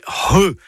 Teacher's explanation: C'est un gros H aspiré. Pensez à un hangar, hein, voilà, comme ça, ça va vous aider. · Term: C'H